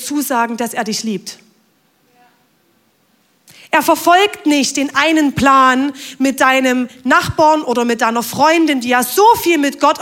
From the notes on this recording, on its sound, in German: Audiomitschnitt der Predigt vom 23.